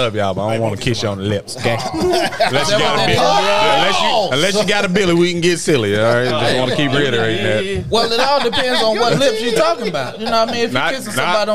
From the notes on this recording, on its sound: On today's show, we live at Panther Creek Brew's.